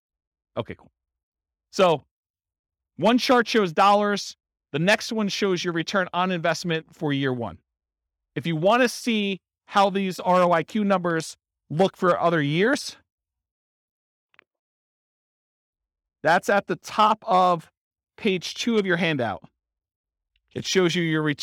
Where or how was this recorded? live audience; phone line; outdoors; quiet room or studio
live audience